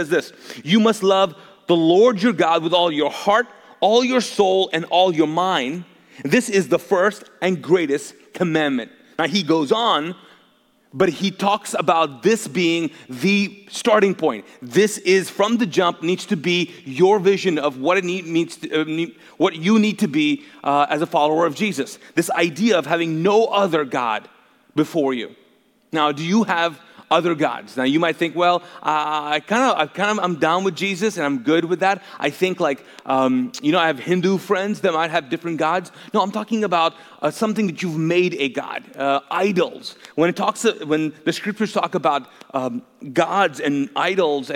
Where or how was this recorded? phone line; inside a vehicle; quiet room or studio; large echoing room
large echoing room